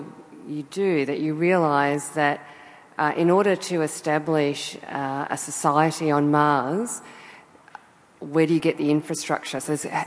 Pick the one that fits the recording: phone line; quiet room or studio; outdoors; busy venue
busy venue